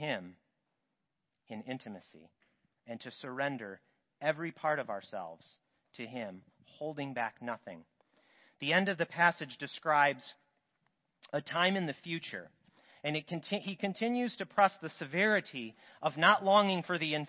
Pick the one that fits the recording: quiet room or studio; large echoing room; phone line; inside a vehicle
large echoing room